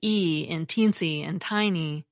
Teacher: vowels that have a more front and closed articulation, like e in teensy and tiny, make us think of smaller and more compact objects.